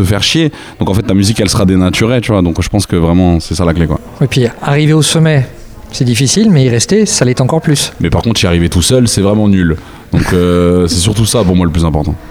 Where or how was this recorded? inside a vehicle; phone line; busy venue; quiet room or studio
busy venue